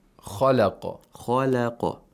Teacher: We have tafkhim of kha and qaf. And one letter, one tarqiq letter in between.